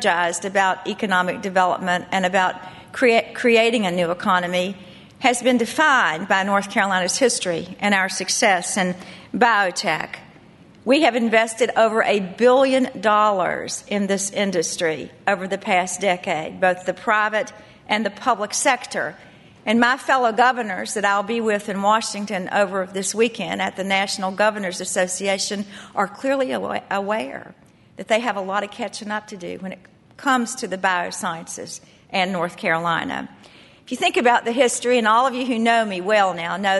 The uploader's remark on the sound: Conference Audio